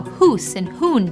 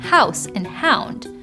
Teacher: the U sound became ow, so hoose and hoon became house and hound